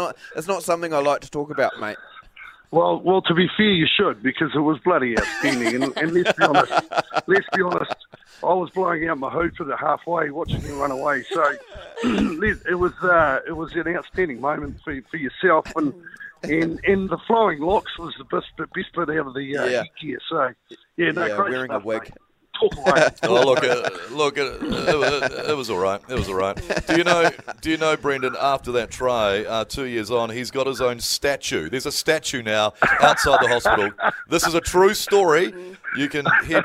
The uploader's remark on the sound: We were joined on the phone this morning.